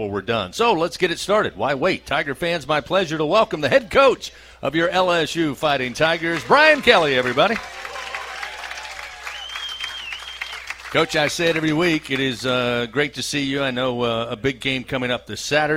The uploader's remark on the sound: A one-hour radio call-in show. Is aired live from TJ Ribs on Acadian Thruway.